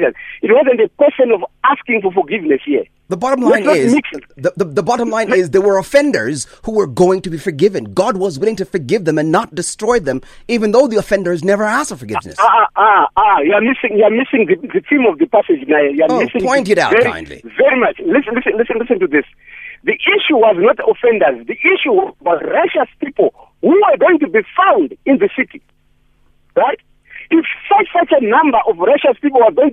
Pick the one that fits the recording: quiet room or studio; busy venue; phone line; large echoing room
phone line